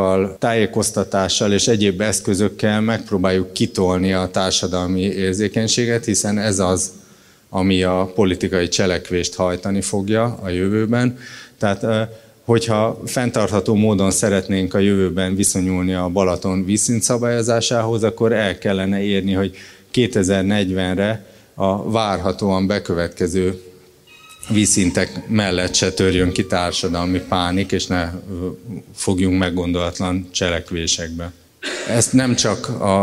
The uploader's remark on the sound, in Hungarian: immár videón és podcastban is elérhető Qubit Live-előadásából